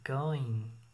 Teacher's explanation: Esse ing, o som do G ali no final a gente não precisa, certo? É uma coisa bem sutil.